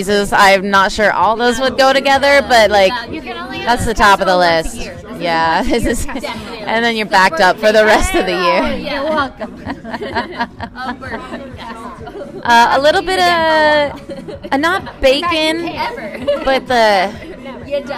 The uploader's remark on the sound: There is considerable background noise, foul language, and general chaos.